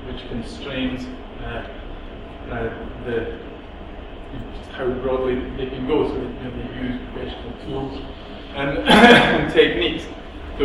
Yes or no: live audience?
yes